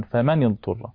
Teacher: يقرأ البصريان أبو عمرو ويعقوب وحمزة وعاصم بالكسر في النون